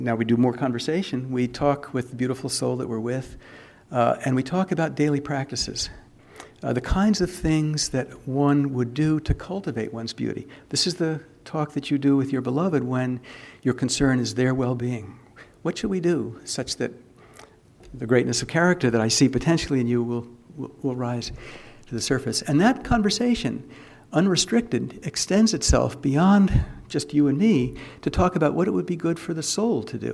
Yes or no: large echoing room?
yes